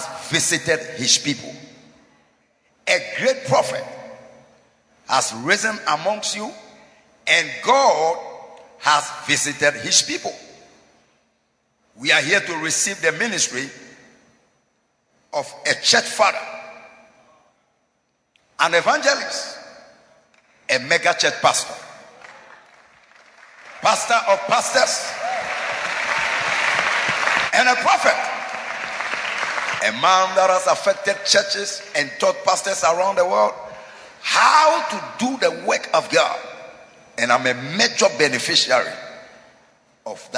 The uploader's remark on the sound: Preached at Holy Hill Chapel, Accra.